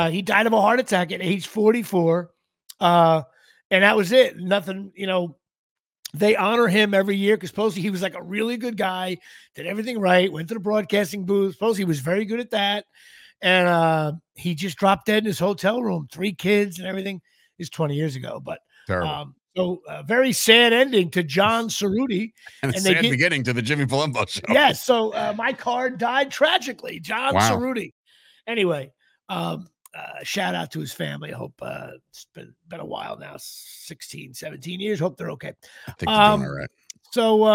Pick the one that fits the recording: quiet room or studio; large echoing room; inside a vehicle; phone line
quiet room or studio